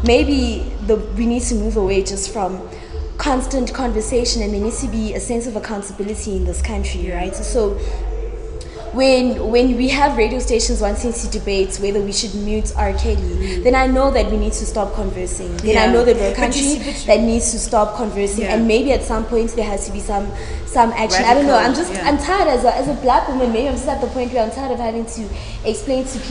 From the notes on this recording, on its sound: The first live recording of The Cheeky Natives